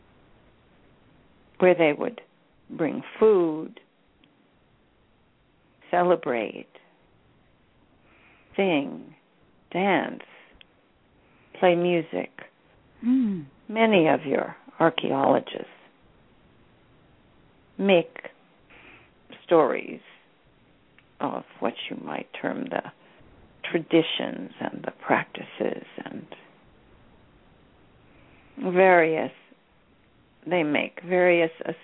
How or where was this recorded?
phone line